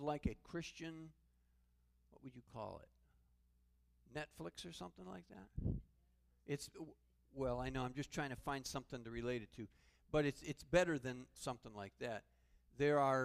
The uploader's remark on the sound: Calvary Assembly of God live Stream